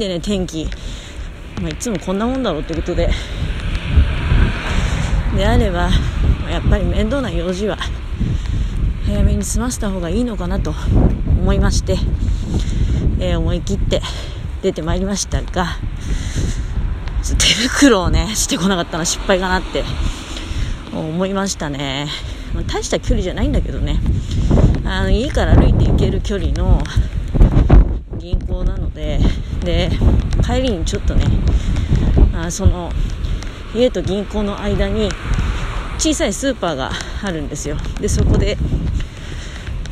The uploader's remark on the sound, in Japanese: 強風の中をひとり歩きながら喋る